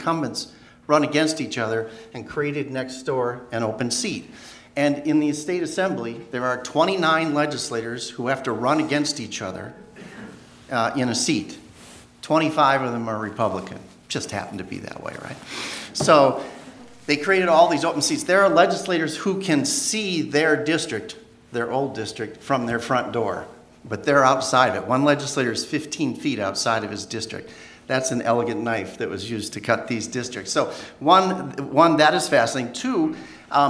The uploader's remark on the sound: Recorded live before the Wisconsin Bankers Association Annual Capitol Day at Monona Terrace, Madison, Wis.